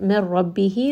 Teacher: this is going to be again idgham, but this time it is going to be without ghunna